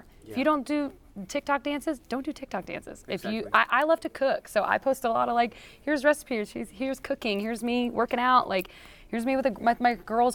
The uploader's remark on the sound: On location from CMA Fest 2022 in Nashville